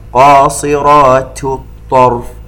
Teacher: ننتبه إلى ترقيق حرف التاء وتوضيح مخرجها لأن بعدها الطاء